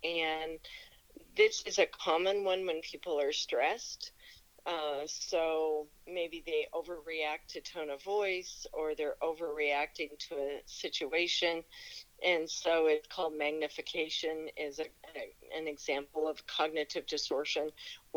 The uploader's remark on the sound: Talk over the phone due to the coronavirus pandemic.